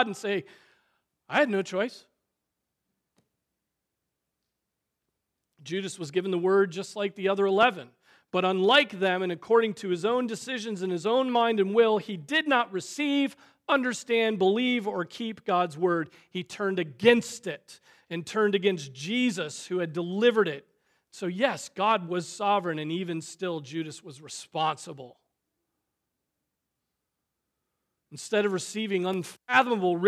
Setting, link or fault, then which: setting, large echoing room